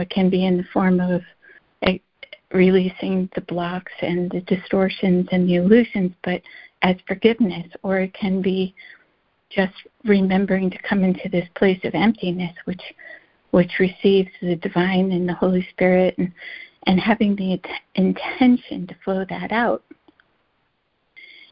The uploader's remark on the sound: ACIM Daily Conference Call